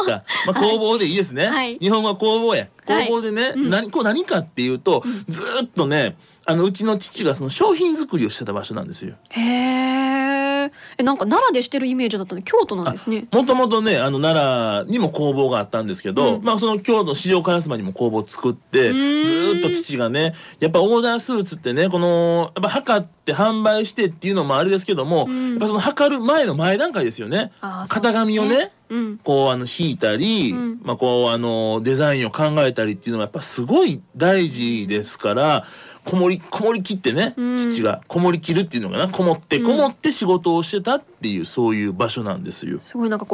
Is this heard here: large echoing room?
no